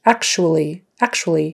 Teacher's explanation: It's spelled with a C-T-U in the middle there, but you pronounce it, that T-U, like a S-H.